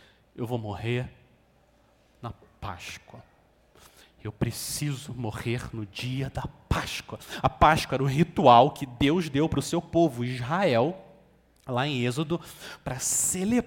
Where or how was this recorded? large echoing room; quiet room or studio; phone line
large echoing room